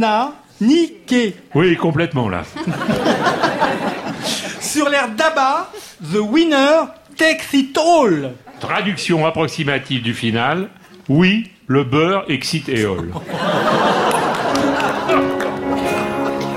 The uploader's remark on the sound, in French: La récré littéraire enregistrée en public. Au studio 105 de la Maison de la radio.